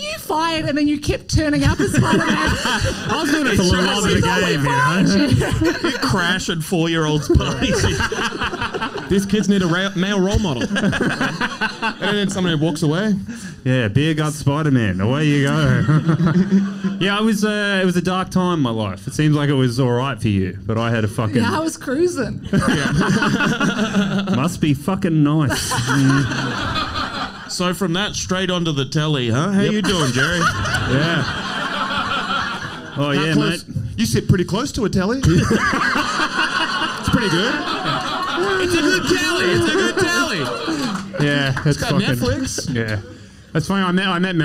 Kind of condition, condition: setting, live audience